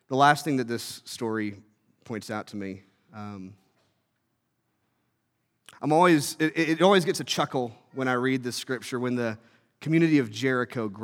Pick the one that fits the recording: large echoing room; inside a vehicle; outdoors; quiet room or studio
large echoing room